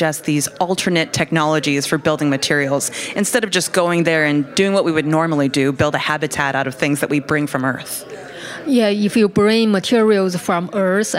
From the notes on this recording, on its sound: On a trip to the 2023 NASA Innovative Advanced Concepts (NIAC) Symposium in Houston, Texas.